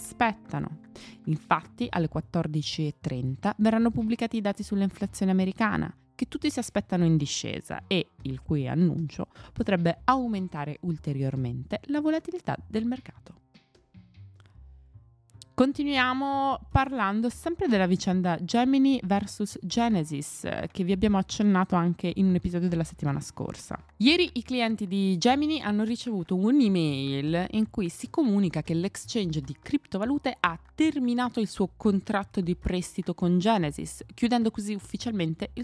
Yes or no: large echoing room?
no